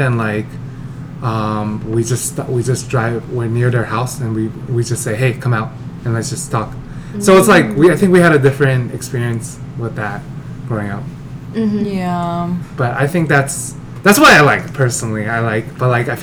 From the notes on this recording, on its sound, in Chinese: 麥克風只有一隻所以雜音比較多請大家見諒！